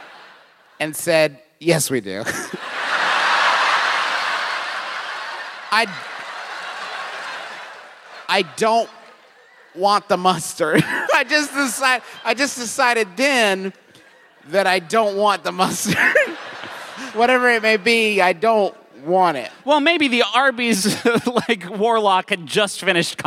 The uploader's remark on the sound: Making this the perfect time for us to deploy our recent live show from lovely, soggy Indianapolis.